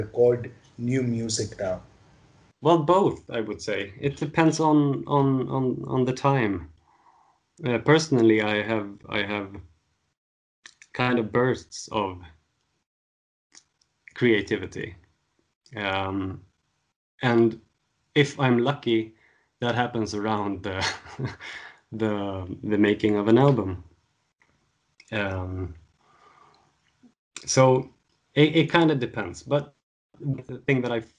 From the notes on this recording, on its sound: Travel to Sweden (well, over Skype).